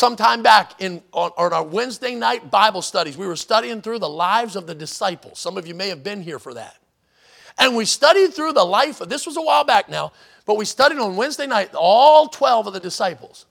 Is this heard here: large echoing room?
yes